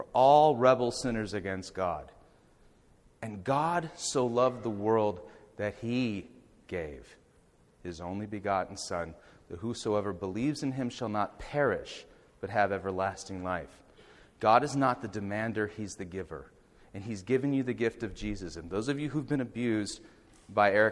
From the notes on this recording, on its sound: Audio from the Lecture Delivered in Elk River, MN on September 9th, 2011